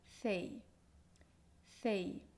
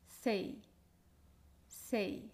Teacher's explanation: En el español del centro y norte de España pronunciamos el sonido C con la lengua ligeramente entre los dientes. · Shown in: first take · Pero en muchas otras variedades de español eh, se pronuncia s, sei, sei, en lugar de sei.